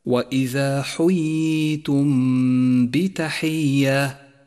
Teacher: سابعا، لاحظ حكم الإخفاء الشفوي في قوله تعالى وإذا حييتم بتحية وإذا حييتم بتحية، جاءت الميم الساكنة وجاء بعدها حرف الباء وهو حرف الإخفاء الشفوي الوحيد، والواجب هنا أن نخفي حرف الميم بحرف الباء وأن نقف عليها بغنة زمانها حركتان، بحيث لا نجافي بين الشفتين عند نطق الميم ولا نضغط عليهما، أي هكذا: وإذا حييتم بتحية.